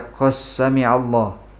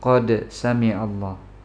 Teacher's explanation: Maka dalam kondisi yang seperti ini, ketika ada dua huruf yang berdekatan sifatnya saja pun sama, wujubul idhar, wajib untuk dibaca idhar. Tidak boleh untuk diidghamkan dal kepada sin kendati pun bersamaan atau berdekatan makhrajnya · Shown in: second take